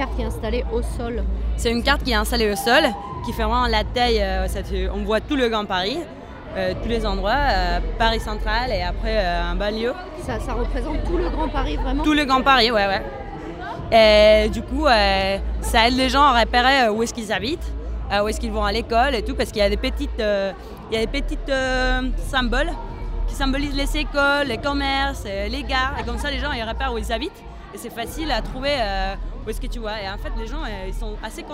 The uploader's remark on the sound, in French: Une émission débat enregistrée à la Grande Halle de la Villette, dimanche 13 décembre 2015, lors du Festival Freestyle